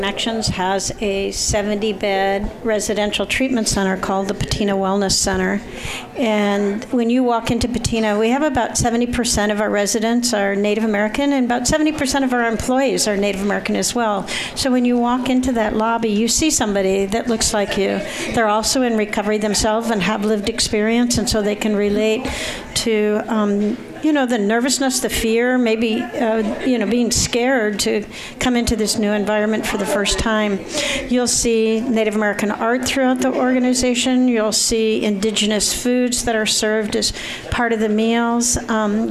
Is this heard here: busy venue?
yes